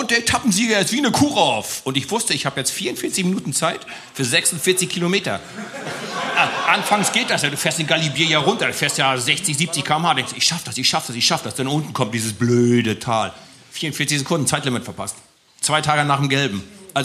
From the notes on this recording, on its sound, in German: Live Podcast aus Köln